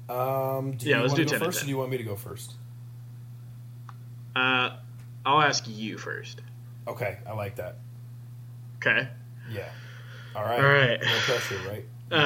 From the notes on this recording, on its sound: We would like to apologize for any delays or inconsistencies you will find in our audio we had a mishap in the recording process.